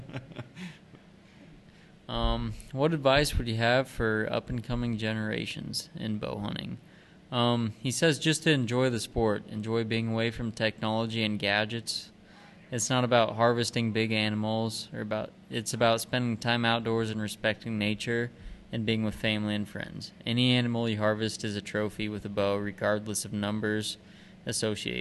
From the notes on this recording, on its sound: Live at the Jamboree 2019